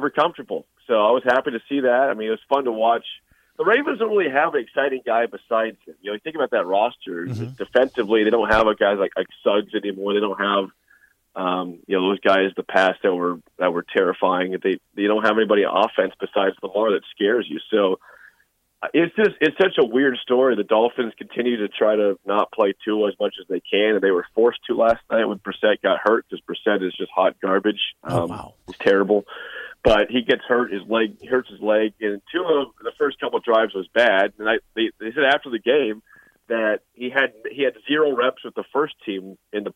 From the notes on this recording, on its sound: Calls in Live from Miami. Live from Florida.